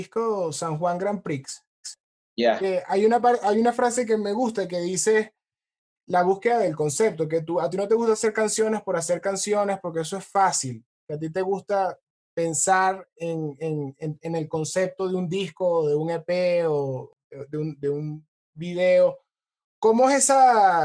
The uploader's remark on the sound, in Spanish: Nos conectamos vía Zoom.